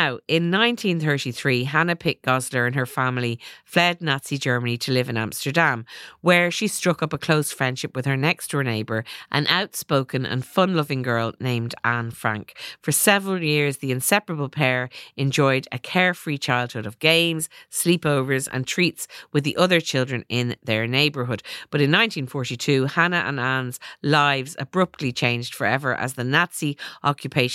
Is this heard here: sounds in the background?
no